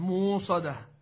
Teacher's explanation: مؤصدة في البلد والهمزة بإبدال الهمزة واوا